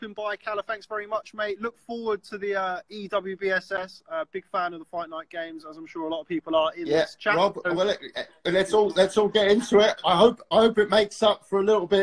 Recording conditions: video call